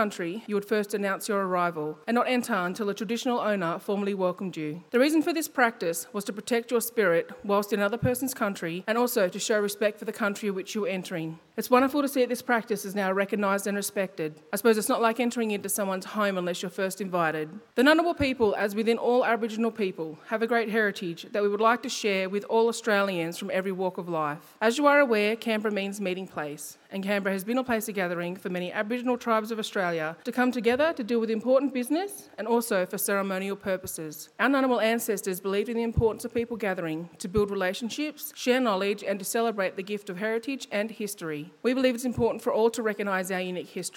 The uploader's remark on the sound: The inaugural John Deeble Lecture was presented at Parliament House on the 18th of October 2019 by the Australian Healthcare and Hospitals Association.